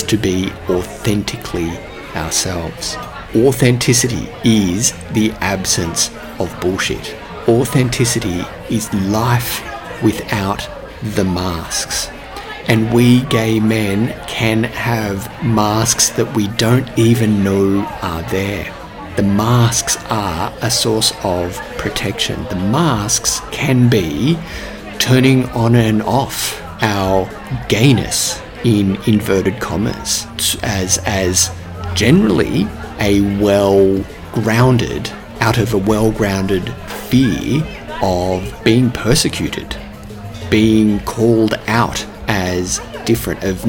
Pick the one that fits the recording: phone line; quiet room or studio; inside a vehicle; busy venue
busy venue